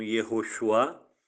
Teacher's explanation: A sílaba tônica na primeira vogal, no U, Yehoshua, né? O A fica mais ou menos com o som de uma semivogal